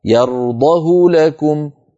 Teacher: يرضه لكم ضمة من غير إشباع